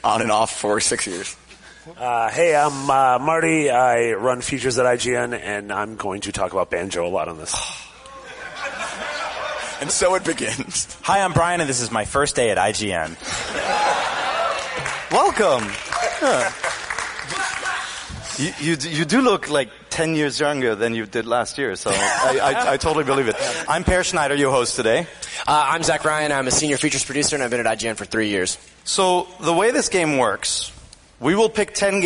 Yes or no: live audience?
yes